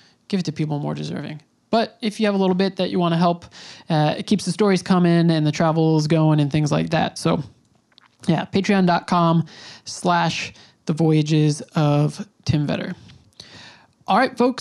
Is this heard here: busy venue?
no